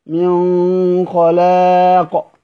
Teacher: نعم، من خلاق، من نون ساكنة ده بعدها حرف من أدنى الحلق، فبيقرأه سيدنا أبو جعفر بالإخفاء بالغنة، من خلاق، مفخم الغنة لأنه حرف مستعلي